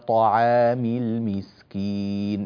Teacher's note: طا طا طا، الطاء لا يخرج معها هواء